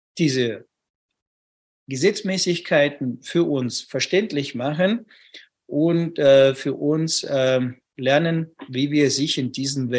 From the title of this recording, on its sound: Live Webinar